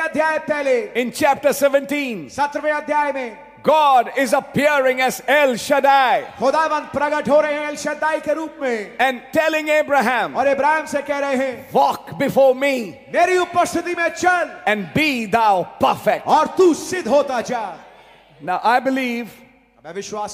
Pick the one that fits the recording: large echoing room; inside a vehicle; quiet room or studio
large echoing room